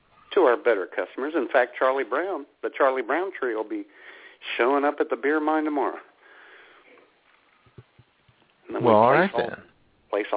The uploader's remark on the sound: All that, plus your phone calls!!